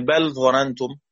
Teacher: حذف اللام ونطق بالظاء مشددة بدون غنة · Term: الإدغام